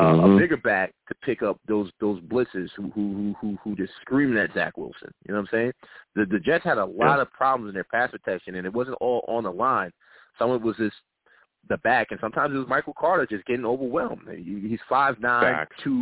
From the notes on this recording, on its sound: I also take live callers!